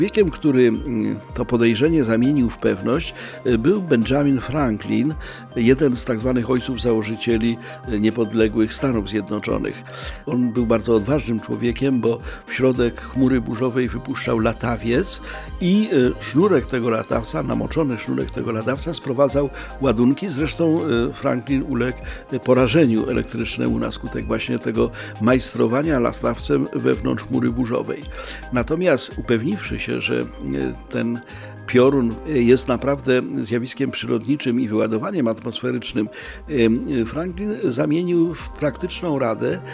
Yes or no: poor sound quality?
no